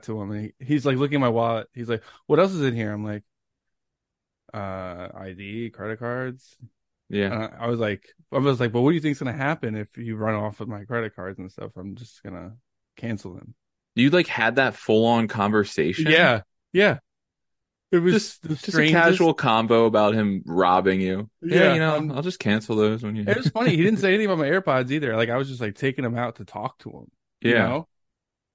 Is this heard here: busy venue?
no